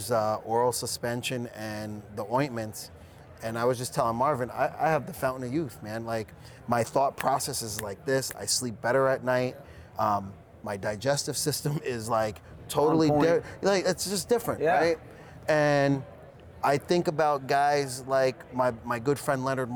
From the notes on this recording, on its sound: Live from New West Summit